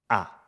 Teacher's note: a língua está mais para a frente, encostada à parte de trás dos dentes de baixo, a boca está aberta e os lábios não estão arredondados · Term: A aberto